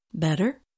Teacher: in American English, the T in the middle of a word is often said like the letter D